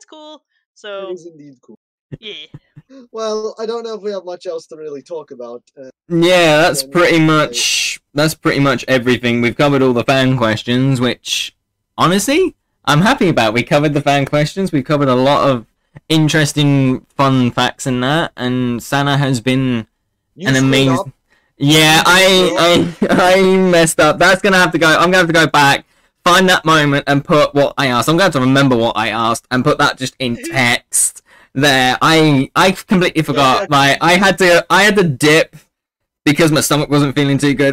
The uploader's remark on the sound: Audio Warning Mic was peeking